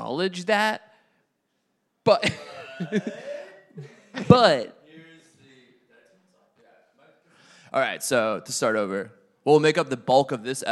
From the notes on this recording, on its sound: Live at Wavelengths Summit. Ignore the technical difficulties. Live from the Wavelengths Summit in Brooklyn, New York!